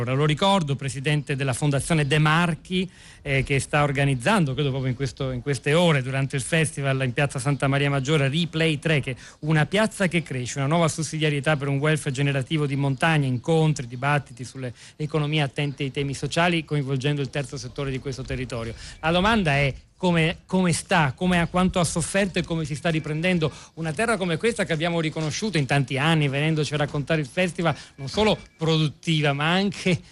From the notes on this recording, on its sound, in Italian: Seconda diretta dal Festival dell&#39;Economia di Trento.